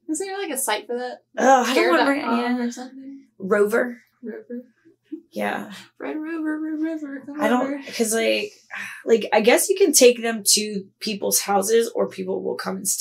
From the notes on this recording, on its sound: our low budget quality audio